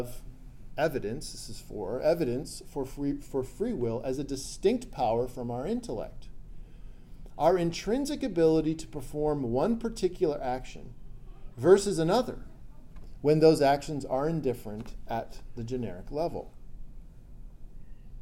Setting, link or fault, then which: setting, large echoing room